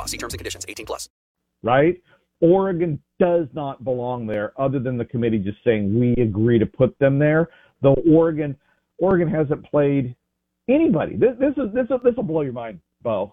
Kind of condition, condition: link, phone line